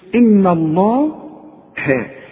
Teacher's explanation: اذا مديت شفايفك هتطلع اللام مفخمة صحيحة. واذا رجعت شفايفك على هيئة ابتسامة هتطلع الهاء مرققة ودي المطلوبة. · اللام إحنا قلنا لام لفظ الجلالة المفتوح دائما مفخمة لكن اله دائما مرققة